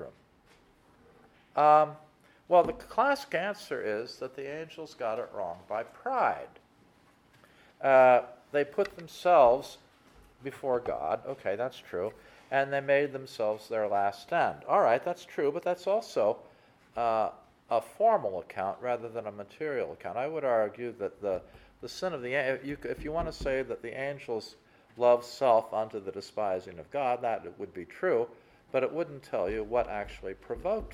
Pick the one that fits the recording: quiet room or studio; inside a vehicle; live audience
live audience